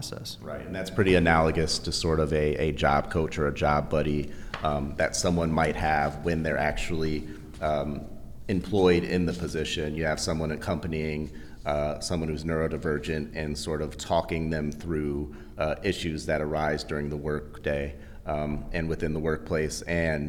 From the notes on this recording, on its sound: recorded at the firm’s national Workplace Strategies seminar